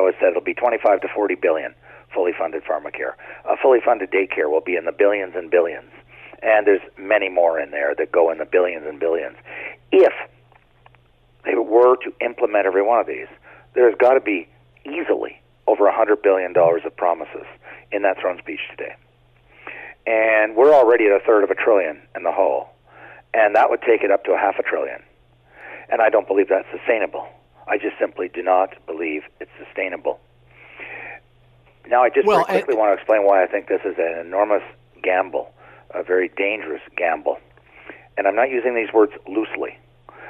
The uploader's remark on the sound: Opens the phone lines to hear what you thought of it.